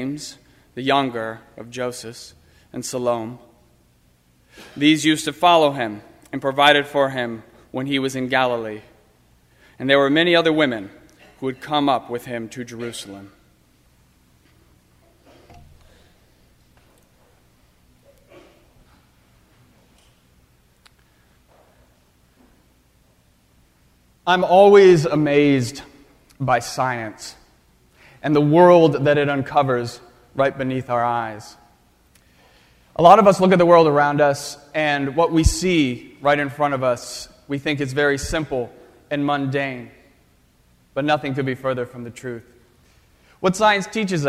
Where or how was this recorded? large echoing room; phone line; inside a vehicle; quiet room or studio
large echoing room